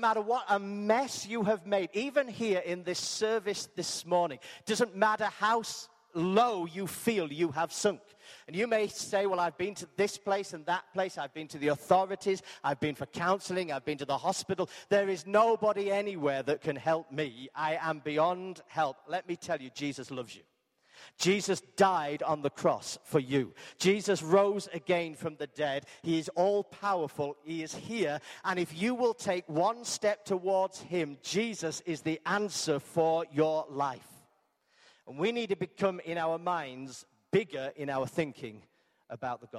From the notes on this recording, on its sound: Arena Church Ilkeston